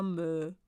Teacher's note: Ob Mai oder Mö, das L hat auch der Wiener verschwinden lassen.